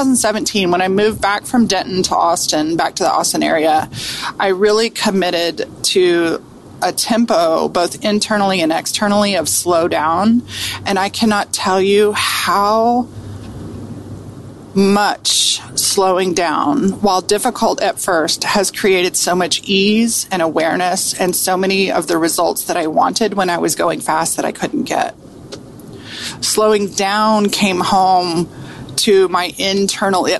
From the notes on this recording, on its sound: riding in the car